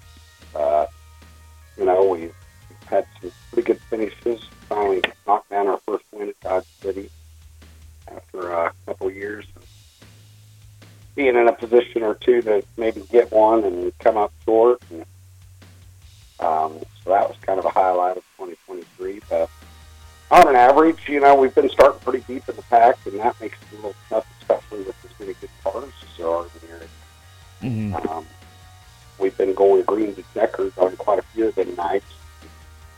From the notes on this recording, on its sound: over the phone